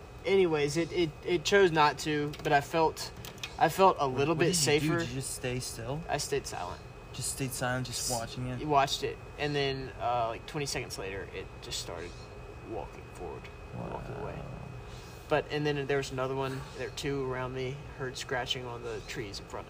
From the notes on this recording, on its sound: talk at mile 1717 of the Pacific Crest Trail